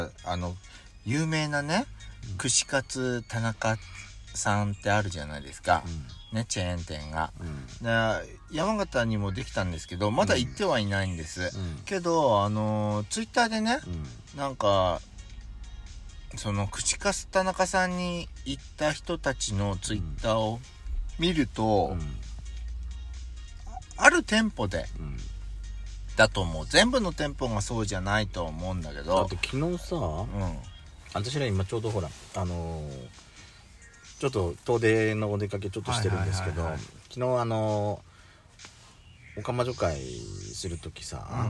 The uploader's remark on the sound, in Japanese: 2人組。パーキング収録。